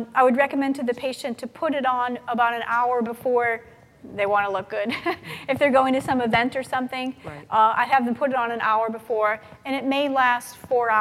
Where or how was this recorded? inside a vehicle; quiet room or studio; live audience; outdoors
live audience